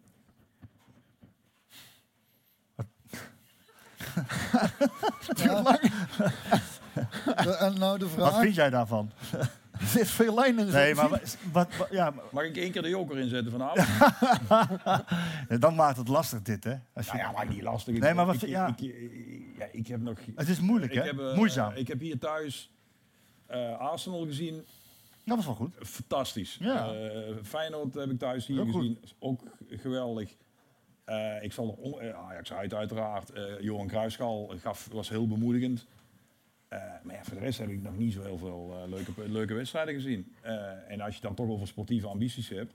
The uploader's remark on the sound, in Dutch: De 100ste Skiete Willy met publiek in De Verlenging!